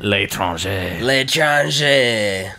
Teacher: Nice. Yes, the two vowels go together, so the le and the étranger go together to L'Étranger